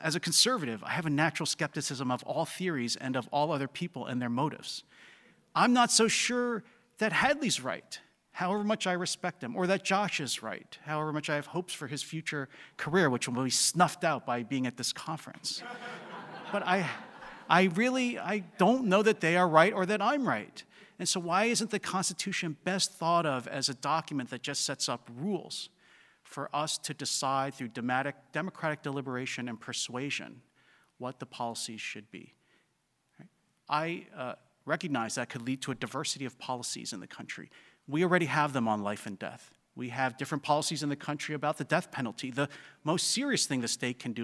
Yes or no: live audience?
yes